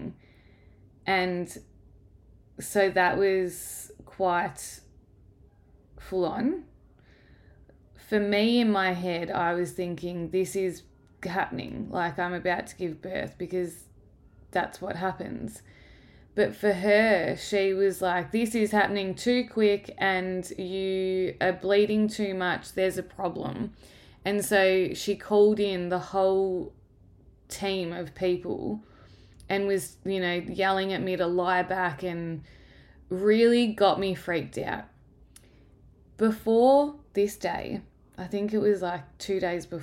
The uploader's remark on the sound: apologies for the background noise